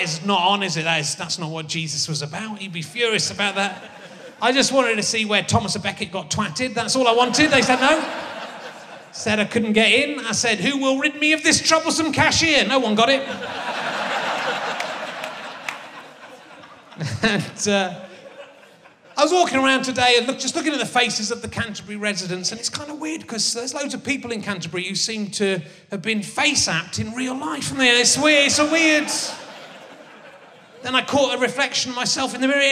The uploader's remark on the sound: RHLSTP comes to the Marlowe Theatre in Canterbury. With an audience smart enough to get a Thomas a Beckett joke.